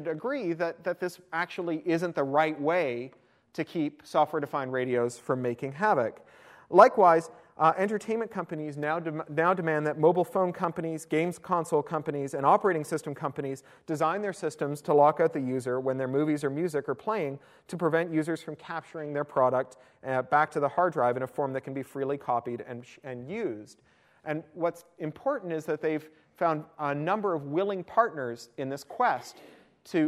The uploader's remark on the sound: attended my University of Toronto iSchool talk